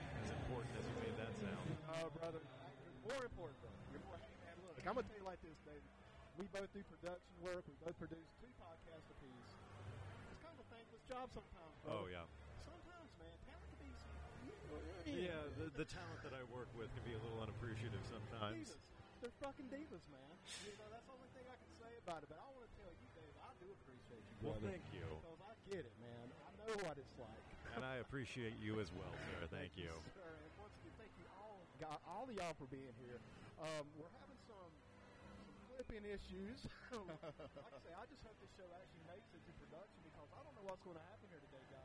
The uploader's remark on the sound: Live From The Be A Hero Comic Con 2019